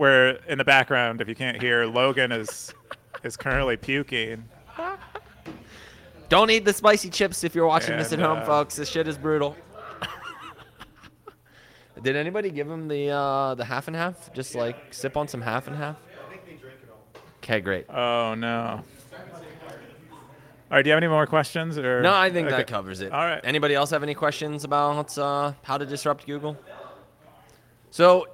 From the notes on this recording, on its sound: Go full pleb in Austin, Texas. Pleb Broadcasting Service was broadcasted from Austin, Texas. In front of a live Pleb audience.